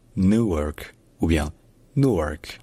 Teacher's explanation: en anglais américain, il n'y a pas de you, c'est juste ou.